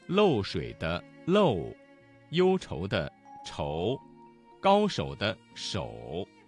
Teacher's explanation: 嘴唇要逐渐收拢，舌根抬高，口型由大圆到小圆 · Term: 复韵母